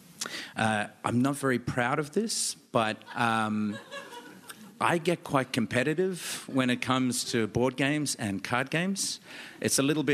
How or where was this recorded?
live audience